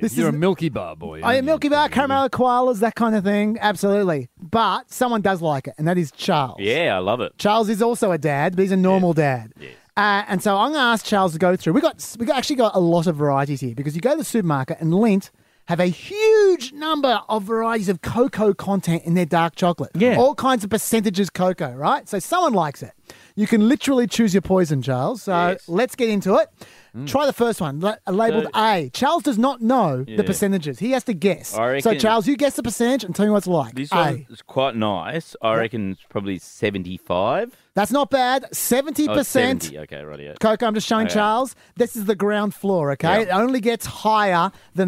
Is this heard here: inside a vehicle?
yes